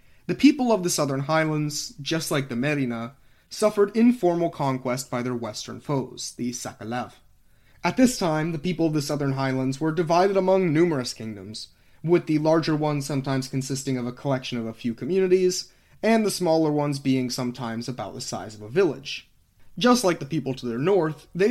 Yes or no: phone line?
no